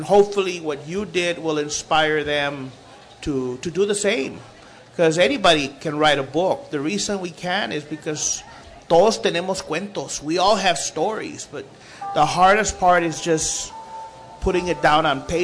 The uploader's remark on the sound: a special broadcast from the 2014 Tucson Festival of books